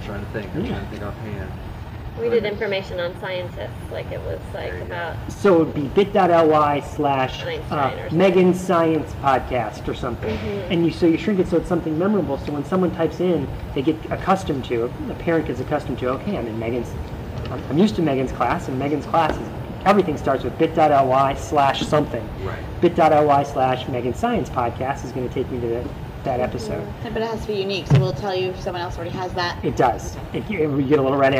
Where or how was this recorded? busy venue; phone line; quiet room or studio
busy venue